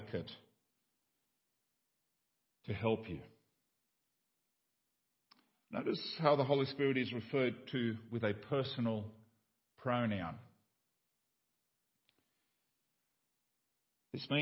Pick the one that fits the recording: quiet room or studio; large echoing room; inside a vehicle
large echoing room